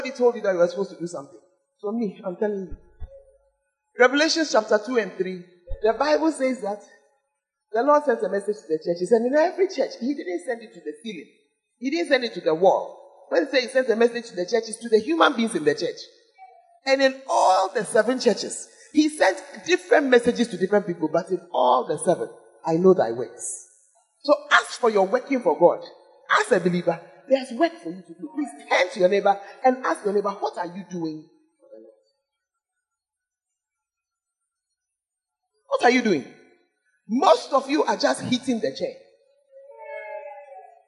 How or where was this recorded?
large echoing room